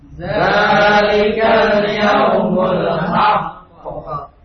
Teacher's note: Jadi qalqalahnya ini agak lambat kalau di tasydid. Ya khusus ini dalam huruf qalqalah yang di tasydid.